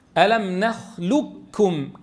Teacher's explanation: الكاف مدغمة إدغاما محضا ألم نخلقكم كاف مشددة فقط ولو رأيتمها في رسم المصحف تجد